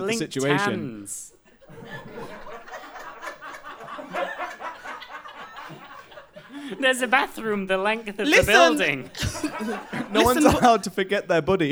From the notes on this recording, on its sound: Improvised in front of a live studio audience, this show has scenes and songs suitable for a more ‘mature’ audience.